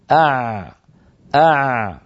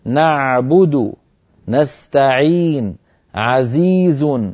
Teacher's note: العين يا أخي الكريم تخرج من وسط الحلق عند لسان المزمار، عند لسان المزمار، وتكون برجوع لسان المزمار إلى الخلف هكذا. · Term: حرف العين